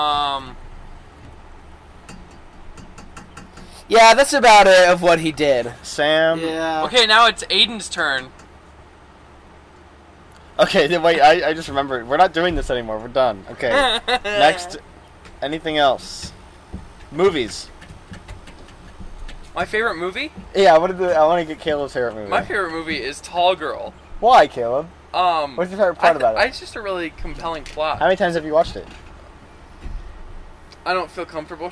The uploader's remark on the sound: Hi technical difficulties!! We are outside though!